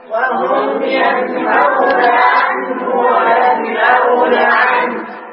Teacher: لاحظ أن النون الساكنة عند حرف الهاء وعند حرف الهمزة أظهرناها ينهون، ينأون من غير غنة، نخرجها صافية من غير غنة، لا نقول وهم ينهون ولا ينأون، لا، إنما نظهرها من غير غنة. · Term: الإظهار